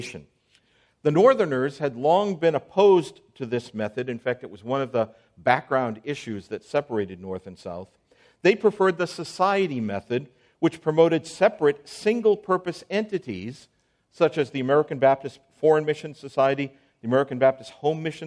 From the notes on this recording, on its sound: on January 16, 2024 at the IOPT Pre-conference on A Time For Confessionalism, preceding the 2024 National Founders Conference in Southwest Florida.